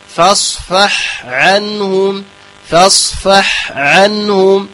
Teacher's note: كذلك أنك يقول فاصفح عنهم، فاصفح عنهم يعني فاصفح عنهم بالإدغام وخطأ، فاصفح عنهم، فاصفح عنهم، هكذا بتبين الحاء ثم العين مرققة